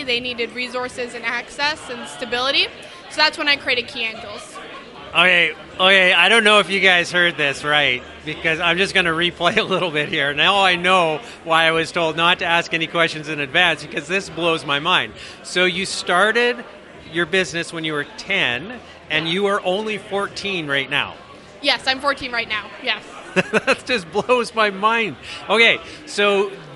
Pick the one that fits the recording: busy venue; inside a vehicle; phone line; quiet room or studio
busy venue